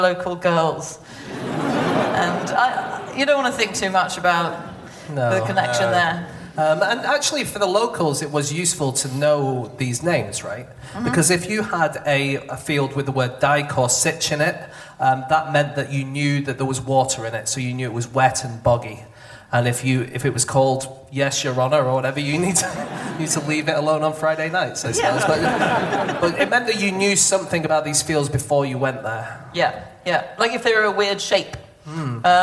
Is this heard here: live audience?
yes